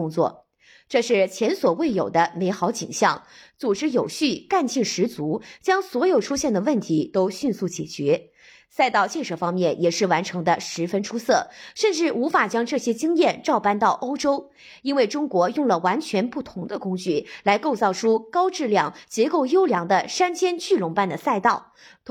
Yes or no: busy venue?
no